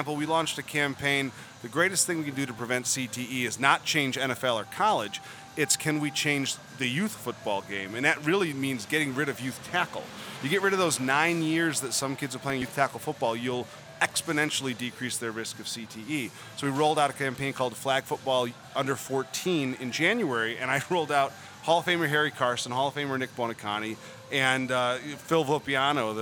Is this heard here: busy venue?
yes